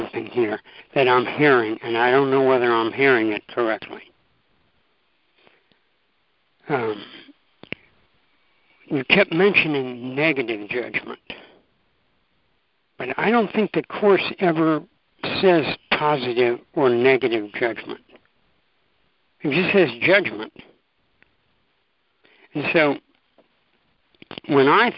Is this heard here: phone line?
yes